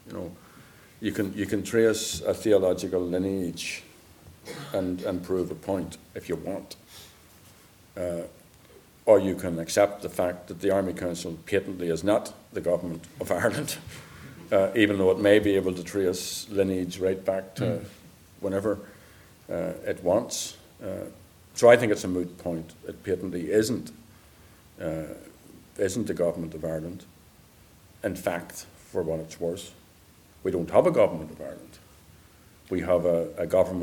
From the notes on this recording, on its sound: Recorded live at the ICA.